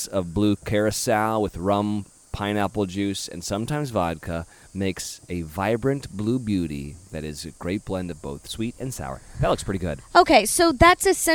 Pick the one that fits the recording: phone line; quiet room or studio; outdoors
outdoors